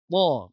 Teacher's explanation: Huruf ta ni tebal kan? Terangkat lidah. Pangkal lidah kita terangkat.